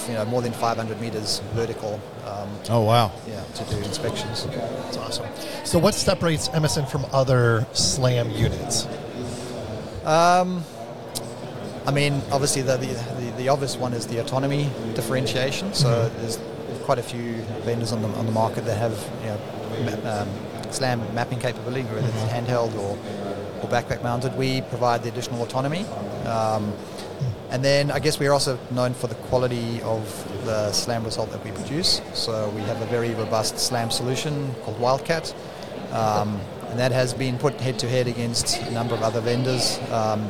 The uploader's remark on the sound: Day 1 of INTERGEO 2023 "LIVE" from Berlin!